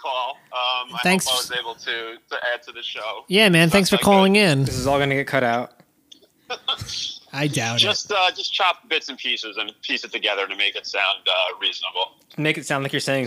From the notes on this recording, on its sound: A few guests call in during this party episode